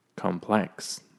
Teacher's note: has the emphasis on the plex